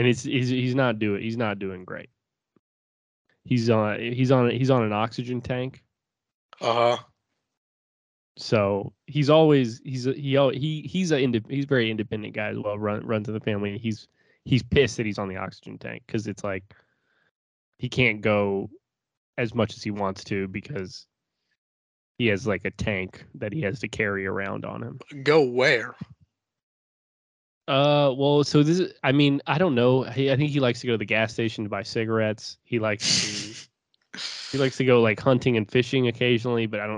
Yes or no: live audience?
no